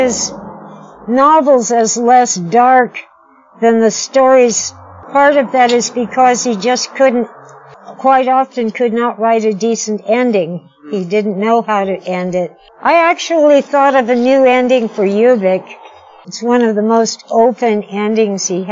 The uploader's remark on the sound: From The Pub. This type of on-the-spot interview was new for us, as was our equipment, so you may have to bear with us through some technical difficulties.